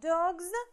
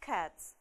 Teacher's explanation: Помним, после звонкой – звонко, «з», после глухой – глухо – «с».